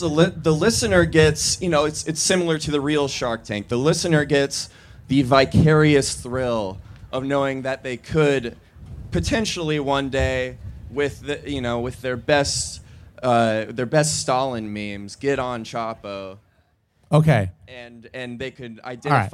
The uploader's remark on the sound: Live at SXSW. Our live show from the South by Southwest festival in Austin, TX.